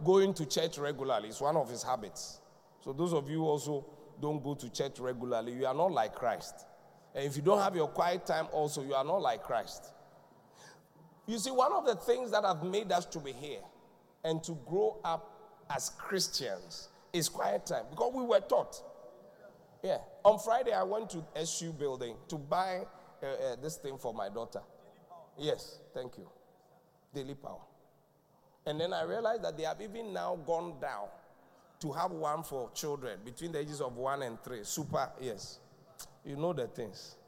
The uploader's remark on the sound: Preached at The Qodesh